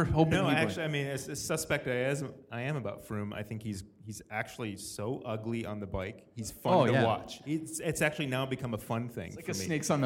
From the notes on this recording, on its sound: Packfiller LIVE. Packfiller is LIVE at River City Brewing in Spokane, Washington.